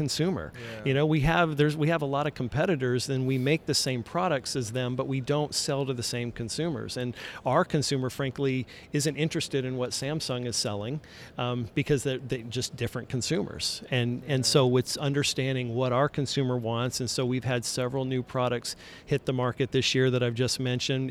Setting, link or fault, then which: setting, busy venue